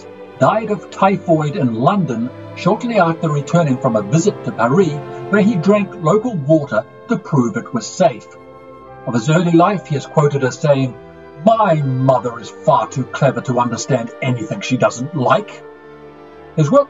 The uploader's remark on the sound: My apologies for the sound quality of all the episodes this week. There was an equipment failure and, after recording each episode three times to try and fix the issue I was left with the option of pausing production or stitching together the best takes.